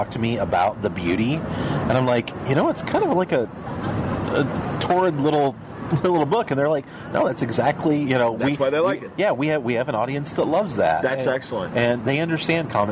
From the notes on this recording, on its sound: Live from Downtown Chicago's scenic Riverwalk